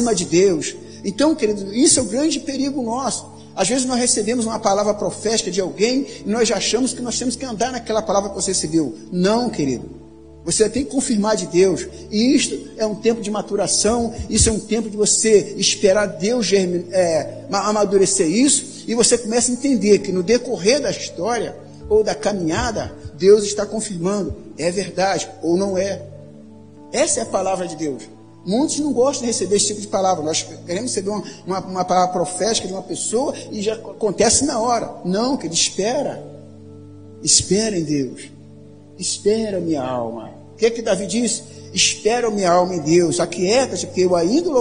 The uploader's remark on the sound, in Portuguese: Áudio da mensagem ministrada no Culto da Vitória realizado na Quinta-Feira, 11.04.2019 na Igreja Cristo Salva Campinas.